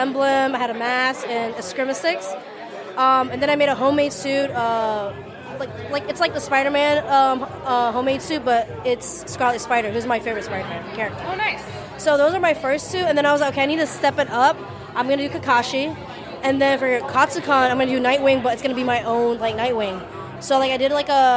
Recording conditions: busy venue